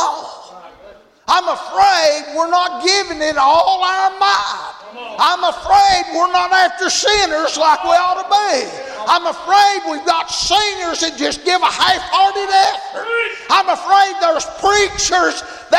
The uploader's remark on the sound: Friday Evening service at Calvary Baptist